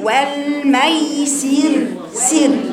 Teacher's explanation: اكسري السين كويس عشان تجي لك الراء جميله